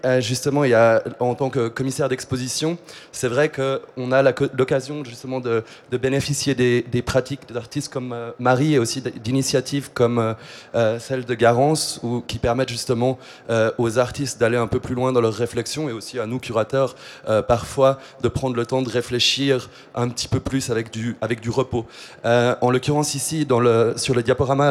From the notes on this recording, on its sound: Live round tables that took place in the art fair artgenève in early March 2022. This episode is part of a series of four live round tables that took place in the art fair artgenève in early March 2022. They took place in French.